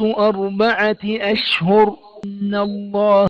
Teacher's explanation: الراء مكسورة ترقق أصلا، تفخم إذا وقفنا عليها